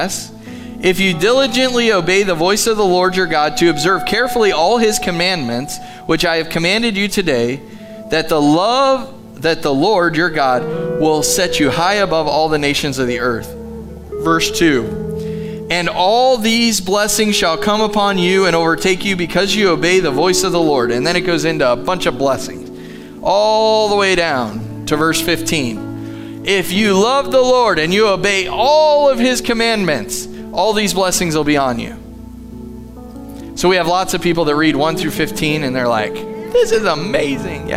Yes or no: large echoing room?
yes